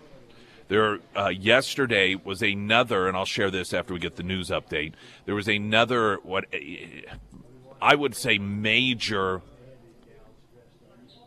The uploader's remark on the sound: live at Scramblers Diner